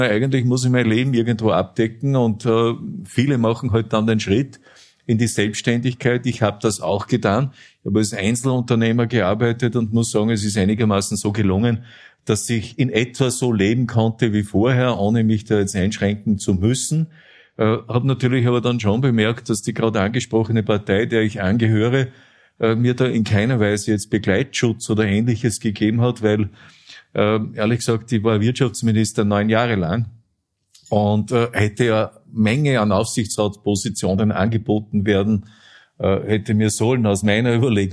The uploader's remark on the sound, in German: Die Dunkelkammer auf der Bühne. In der Kulisse Wien. Zweite Auflage des Live-Podcasts.